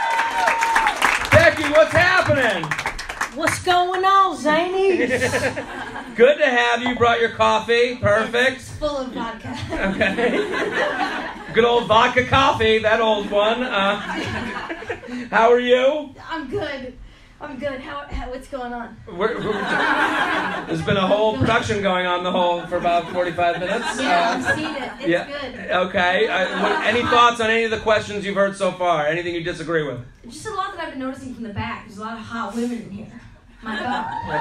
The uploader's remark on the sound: LIVE From Zanies In Chicago. Live from Zanies Comedy Club in Chicago.